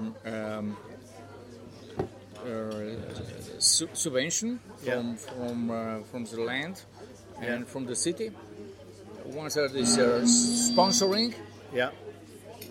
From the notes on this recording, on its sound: Recorded at Inntöne Festival.